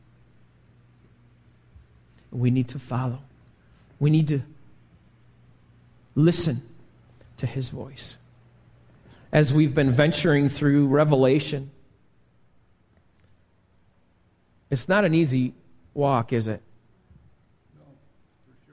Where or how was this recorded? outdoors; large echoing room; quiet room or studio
large echoing room